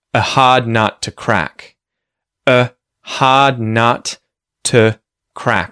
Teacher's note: The a and the to have become, or the vowels in those words have become schwa sounds.